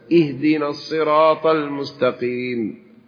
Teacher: أهدنا بمعنى أعطينا يا رب هدية، ينبغي أن يذكرها بالكسر فيقول اهدنا الصراط المستقيم